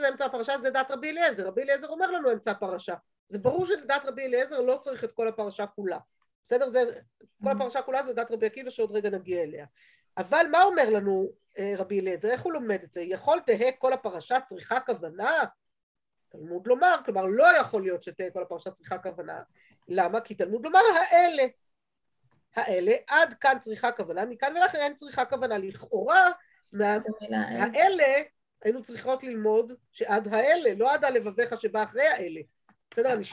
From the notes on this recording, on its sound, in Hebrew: השיעור הועבר והוקלט בזום